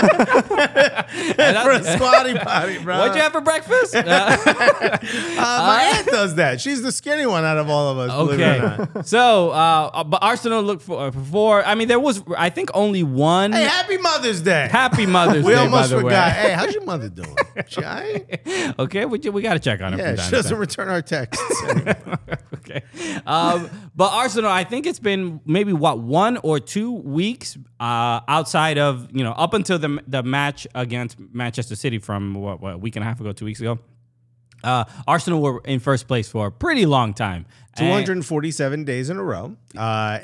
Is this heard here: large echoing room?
no